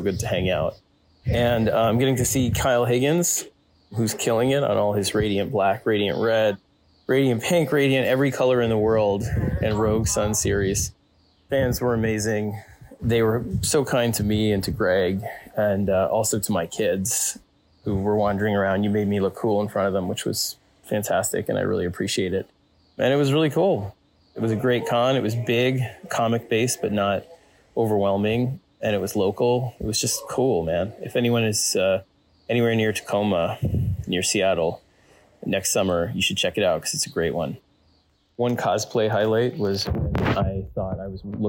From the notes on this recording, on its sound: Apologies for the audio quality, I’m in a very noisy part of Hawaii that made this episode a real pain for sound edits.